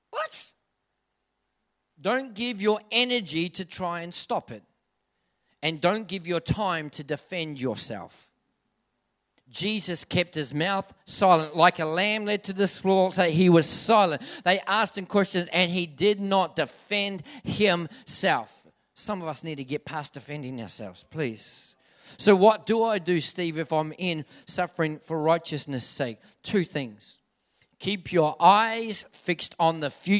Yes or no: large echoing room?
yes